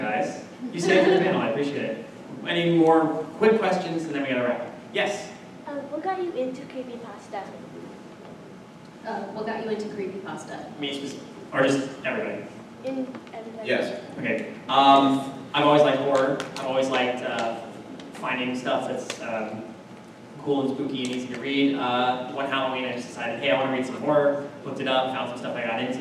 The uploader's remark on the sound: LIVE at Midsummer Scream 2017